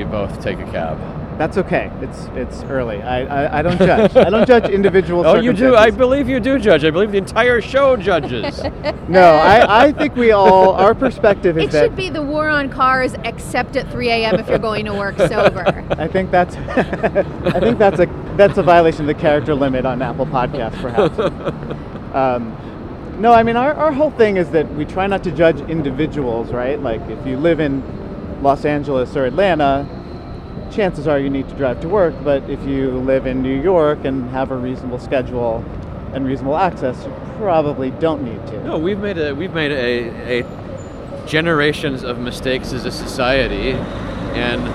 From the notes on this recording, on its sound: on board the M14 crosstown bus